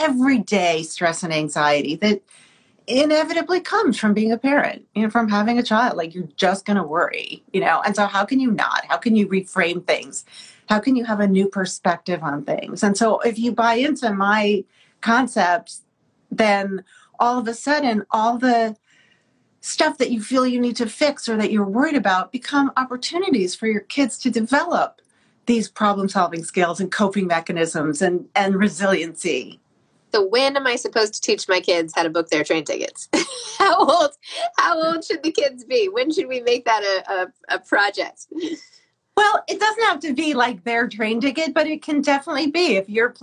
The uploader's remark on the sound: via IG Live— and we’re now releasing the event’s audio as a special episode!